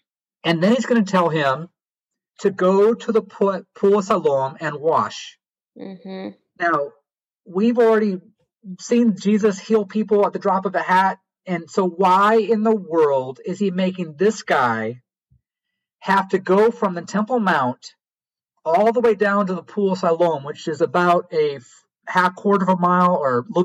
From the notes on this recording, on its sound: during our ZOOM conversation